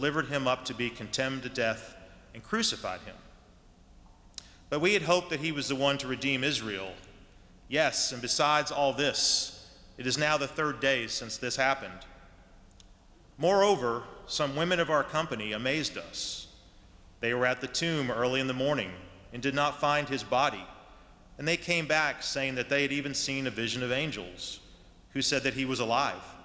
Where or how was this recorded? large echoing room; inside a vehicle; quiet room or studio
large echoing room